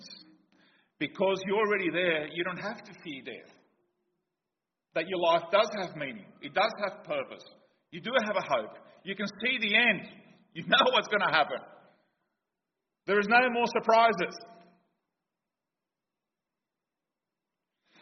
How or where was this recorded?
large echoing room